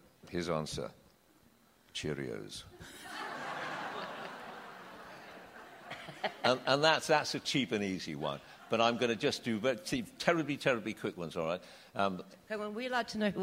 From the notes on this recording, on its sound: Recorded live at The Tabernacle in London.